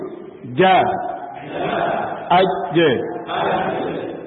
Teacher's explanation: Tertahannya suara. Kemudian qalqalah setelah tertahan terjadi pantul.